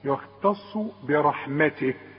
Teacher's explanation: التاء مرققة جدا، الخاء مفخمة، الصاد مفخمة